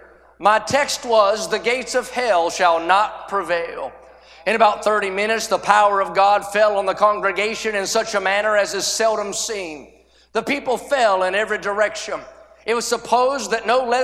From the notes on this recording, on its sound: A sermon preached Wednesday Evening during our Spring Jubilee, on March 29, 2023.